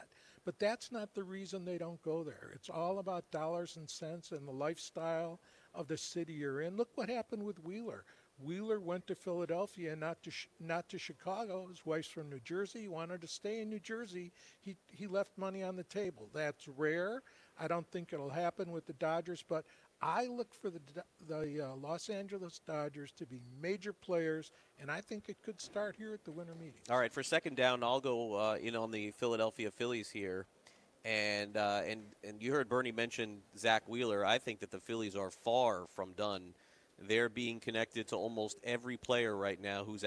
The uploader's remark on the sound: LIVE FROM THE MLB WINTER MEETINGS